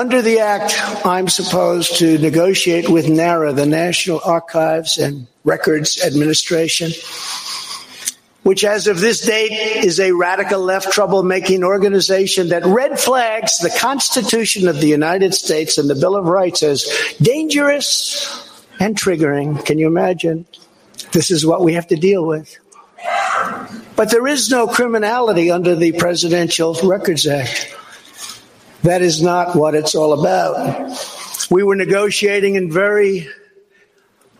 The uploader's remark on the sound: Press Conference from Mar A Lago.